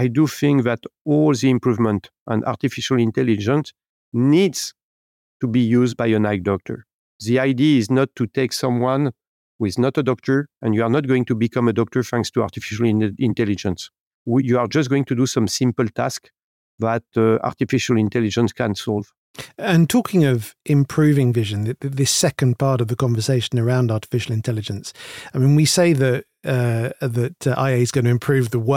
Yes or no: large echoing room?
no